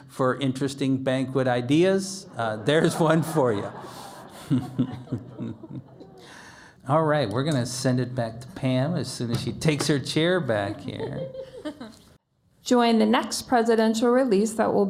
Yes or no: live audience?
yes